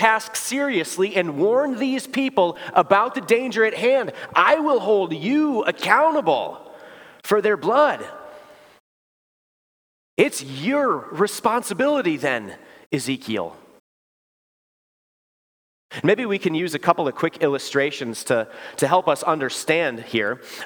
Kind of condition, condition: setting, large echoing room